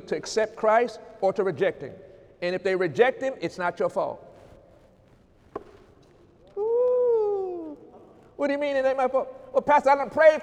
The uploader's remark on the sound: During Sunday morning service on January 6, 2018